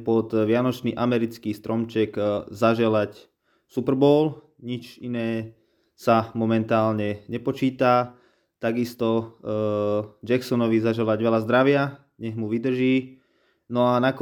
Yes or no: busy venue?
no